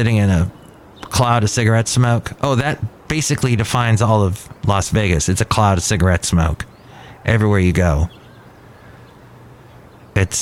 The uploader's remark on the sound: podcasts live from Cafe Anyway